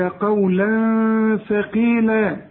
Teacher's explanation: تنوينه بعد الثاء، الثاء من حروف الإخفاء عاوزين غنة